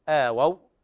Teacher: الصواب أنها تكون واو لينة آووا بالتخفيف هكذا عصوا نفس هذا الأداء يقف عليها بهذه الطريقة بتخفيف الواو.